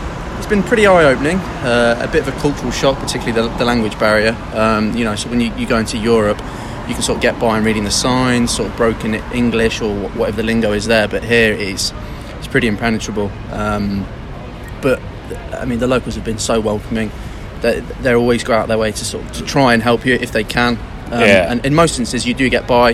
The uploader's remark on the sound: on the streets of Shinjuku